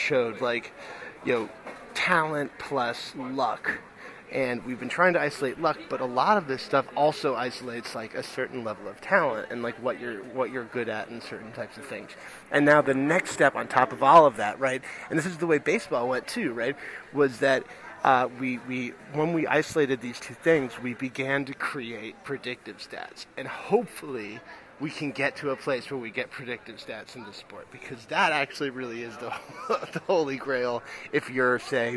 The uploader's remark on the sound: Recording from a pub at JFK airport (of course).